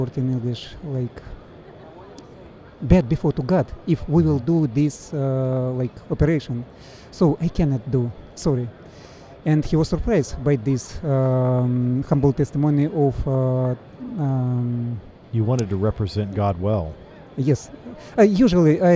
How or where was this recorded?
busy venue